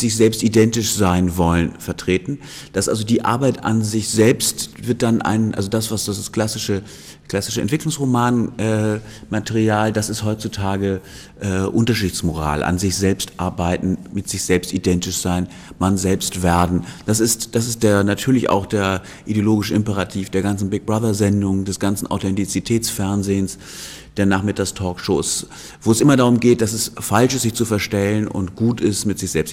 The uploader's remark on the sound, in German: Aufgezeichnet auf dem Festival intermedium 2. Am ZKM (Zentrum für Kunst und Medientechnologie) in Karlsruhe veranstaltet wurde.